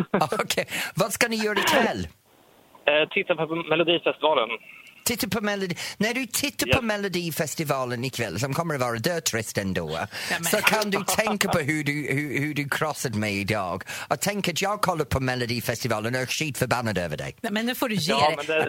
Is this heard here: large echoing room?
no